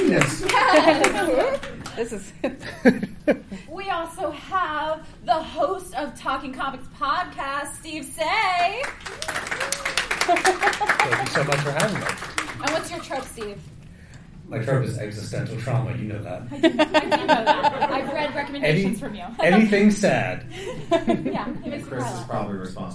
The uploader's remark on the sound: Flame Con 2023 Panel